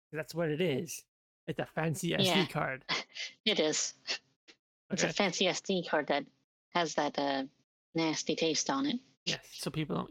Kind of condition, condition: fault, poor sound quality